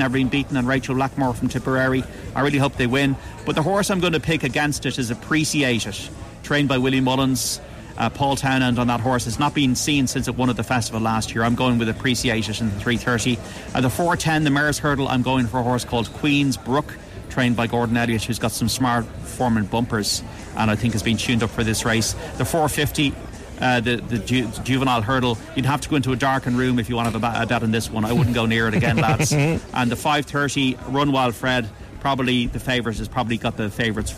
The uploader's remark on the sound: live from Cheltenham